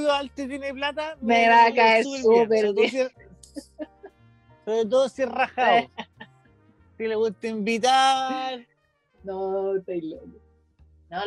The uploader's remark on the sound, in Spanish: PERDÓN LA CALIDAD DE AUDIO PERO VTR ME ODIA.